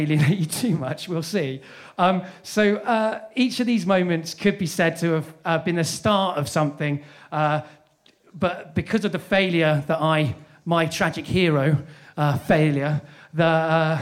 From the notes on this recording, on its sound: This event was recorded live at The Hackney Attic.